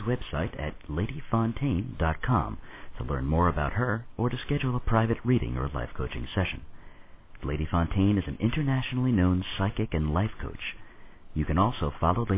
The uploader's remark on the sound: a live call-in radio talk show